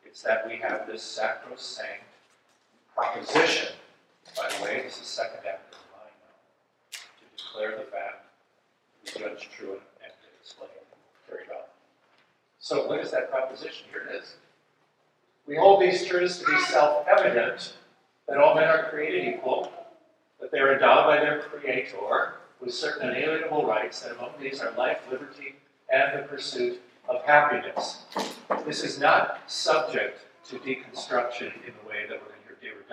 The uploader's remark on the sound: This episode is a recording of Plenary Session IV from Wittenberg Academy's Family Retreat.